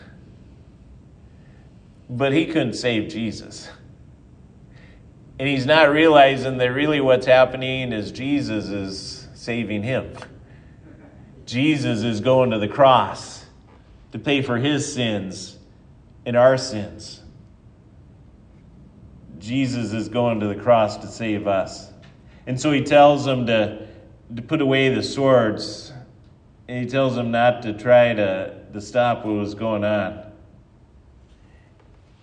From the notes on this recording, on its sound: Ash Wednesday sermon. At Triumph Lutheran Church, Ferndale, Washington.